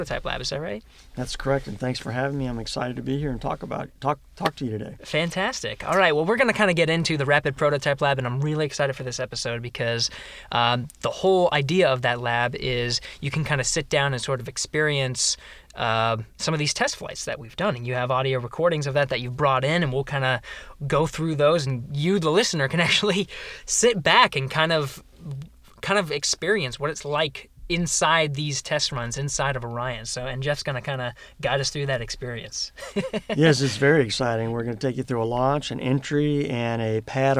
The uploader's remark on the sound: the actual audio from inside the Orion capsule during its first flight